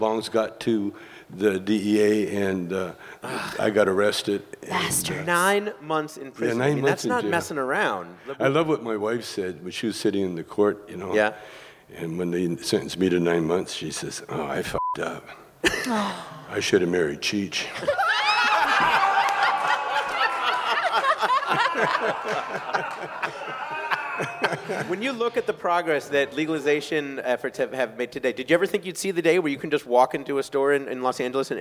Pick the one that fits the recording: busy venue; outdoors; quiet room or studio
busy venue